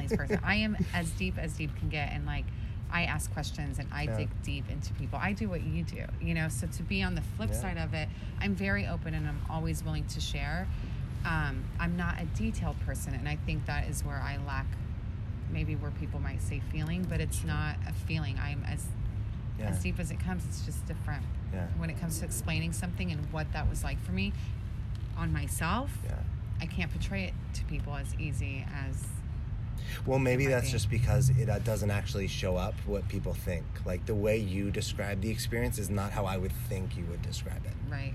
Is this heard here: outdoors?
yes